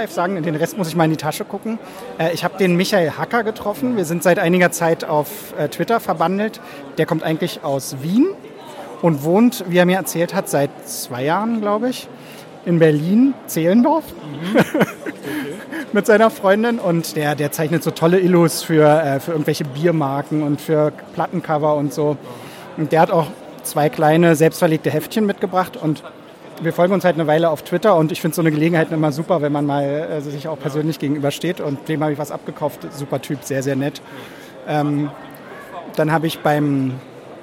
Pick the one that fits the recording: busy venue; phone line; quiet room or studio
busy venue